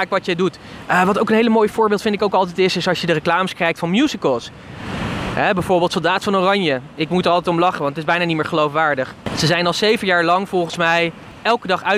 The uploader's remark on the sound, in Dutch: De podcast is opgenomen op het strand in Florida.